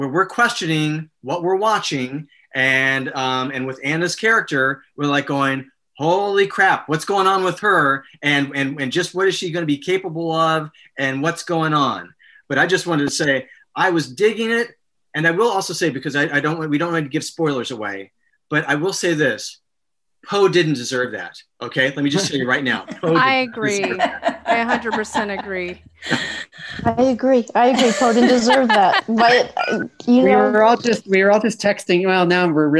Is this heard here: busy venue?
no